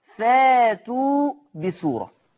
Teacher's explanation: وانا قلت في الحلقة السابقة ان كل همزة ساكنة مسبوقة بياء او بتاء او بنون او بواو او بميم او بفاء او بهمزة الوصل يبدل ورش هذه الهمزة الساكنة فيقرأ فاتوا بسورة · Term: الإبدال